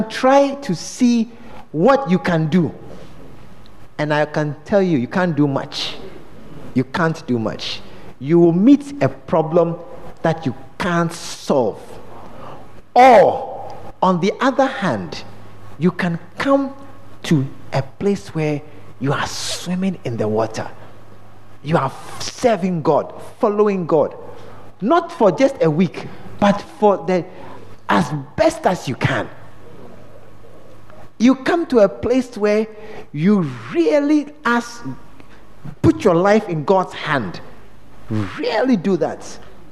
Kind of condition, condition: setting, large echoing room